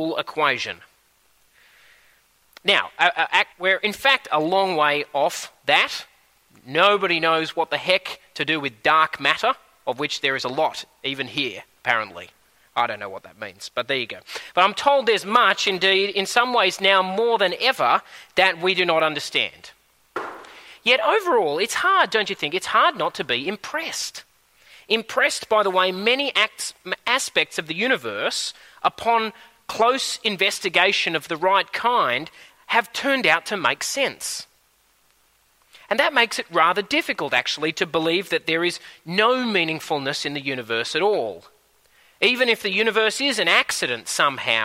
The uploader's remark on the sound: At a Church in the Graveyard service